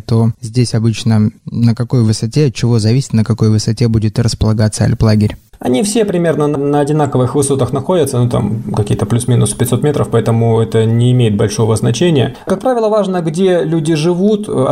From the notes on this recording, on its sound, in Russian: В условиях, когда доступ в студию ограничен, мы записываем подкасты всеми возможными способами. В этот раз позвонили по телефону в Алматы. Который сейчас работает в лагере Туюк-Су в Казахстанских горах.